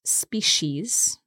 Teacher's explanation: We pronounce this species, so the C becomes a sh, but some people say species as well.